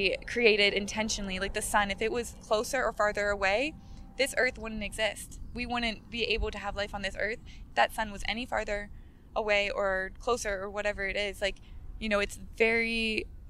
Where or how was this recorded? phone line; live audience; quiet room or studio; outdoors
outdoors